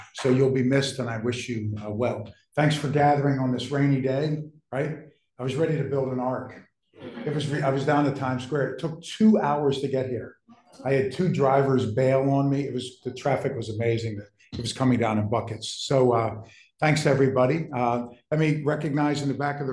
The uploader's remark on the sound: In this lecture recorded September 10, 2023